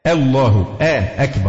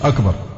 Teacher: طبعا معروف أنه لا حظ للهمزة في التفخيم، مفيش حاجة اسمها همزة تتفخم خالص، همزة لازم ترقى · Shown in: first take